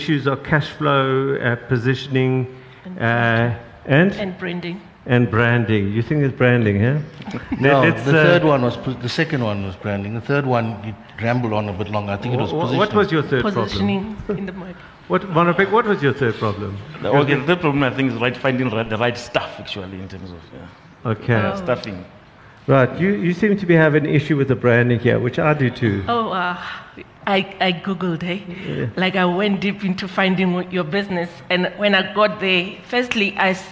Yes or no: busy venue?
yes